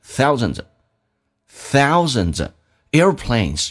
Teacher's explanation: thousands 跟 of 有连音加快速度时候那个 v 可以不用发